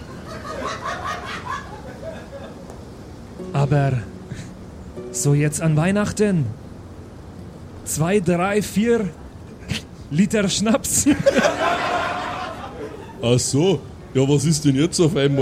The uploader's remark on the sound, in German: Die Geschichte, die du hörst, ist live improvisiert. Live vor Publikum im afterwork in Nürnberg aufgezeichnet!